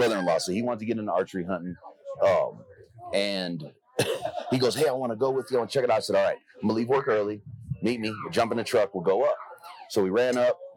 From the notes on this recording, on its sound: Live From Western Hunt Fest.